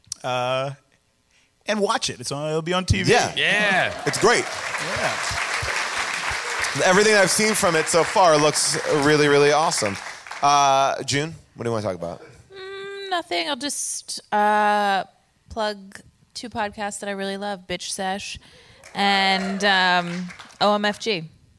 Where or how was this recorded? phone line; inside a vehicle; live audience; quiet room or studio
live audience